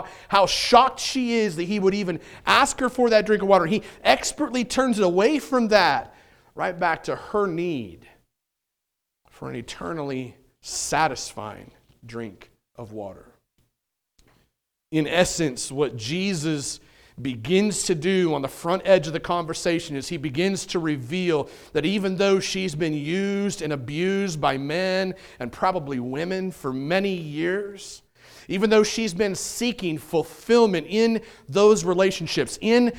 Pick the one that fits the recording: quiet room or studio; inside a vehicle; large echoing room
large echoing room